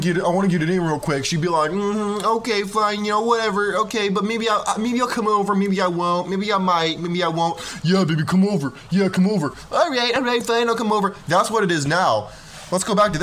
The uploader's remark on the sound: The video and audio got messed up, so I just used the audio; my apologies.